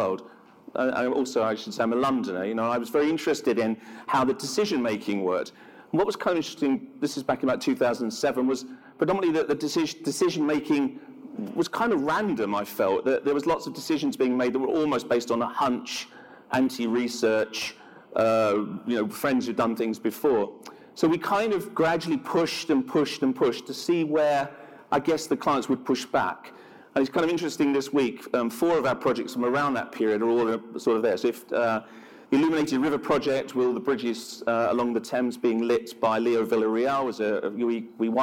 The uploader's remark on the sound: An on-stage conversation